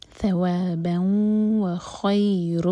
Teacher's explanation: تنوین کے بعد واو تو ادغام غنہ کے ساتھ، تو میک شیور کہ ناک میں آواز جائے اور دو سیکنڈس کا ٹائم دیں